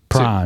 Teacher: il vero segreto è sillaba unica con vocale lunga